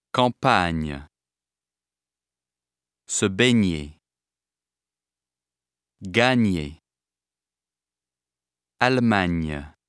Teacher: In French, it is a single sound made by pressing the tongue against the roof of the mouth.